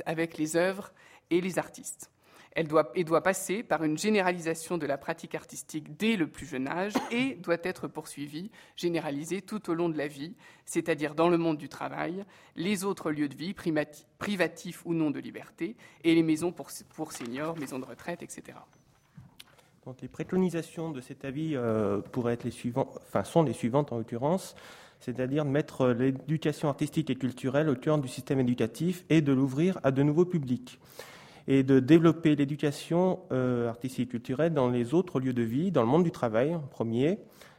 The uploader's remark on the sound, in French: Intervention enregistrée le 26 avril 2015 dans le cadre du colloque : « Le conservateur du patrimoine : acteur de l’Éducation artistique et culturelle - 2ème édition ».